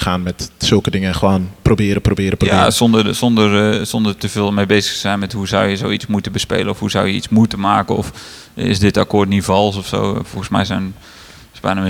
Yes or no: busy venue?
yes